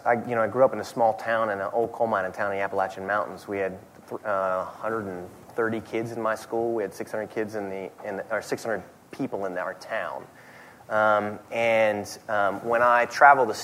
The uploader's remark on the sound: at The Texas Tribune Festival